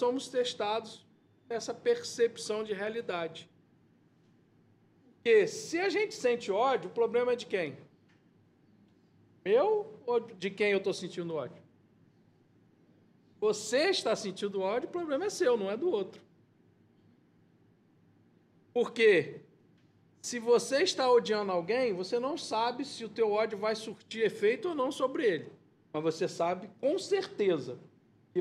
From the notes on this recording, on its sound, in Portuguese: Palestra ao Vivo